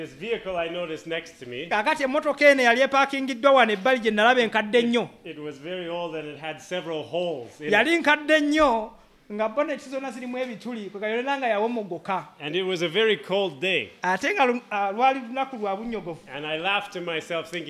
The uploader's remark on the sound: at Lubumba Community Church on Sunday, February 25 2024